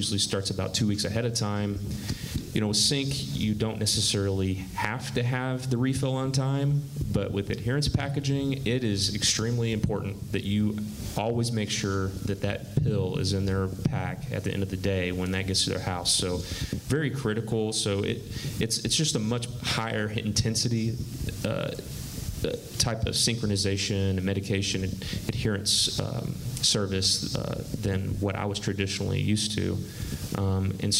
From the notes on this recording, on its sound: Recorded LIVE at the PDS Pharmacy Business Conference 2019 in Orlando Florida. At an RxSafe Panel Discussion.